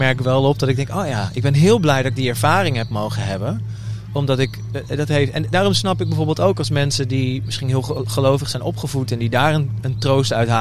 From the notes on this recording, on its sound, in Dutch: Deze speciale aflevering van #odeaandemagie is live opgenomen op Kampeerterrein de Lievelinge in Vuren tijdens het festival ZIN.